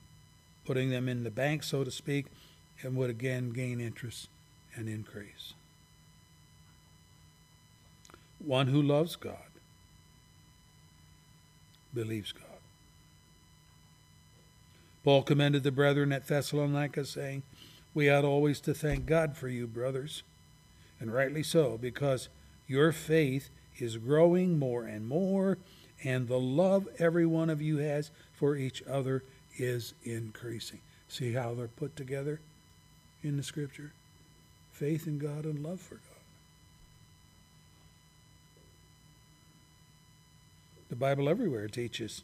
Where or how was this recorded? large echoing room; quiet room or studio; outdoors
large echoing room